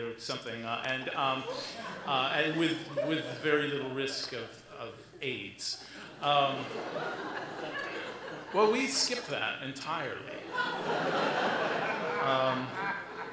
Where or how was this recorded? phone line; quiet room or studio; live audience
live audience